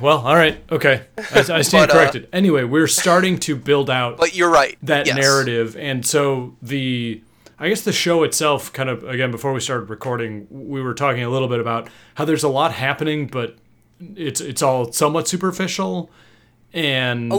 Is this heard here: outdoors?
no